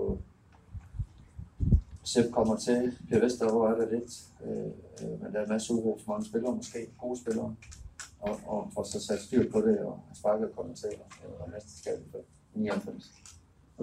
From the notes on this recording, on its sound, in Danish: Podcasten er optaget på en undendørsscene ved Utzon Centret i forbindelse med Idrætsmødet i Aalborg. Lydkvaliteten er meget dårlig.